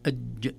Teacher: يعني الحرف ينحبس إذا سكناه نقول أج، ولا نستطيع أن نكمله، لا نستطيع أن نمد الصوت به